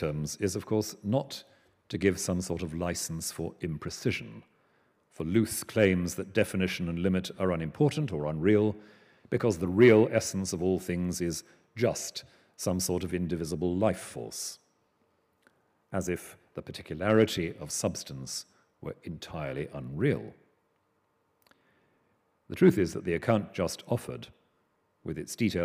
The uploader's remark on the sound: Recorded 11 November 2013 at the University of Edinburgh's New College.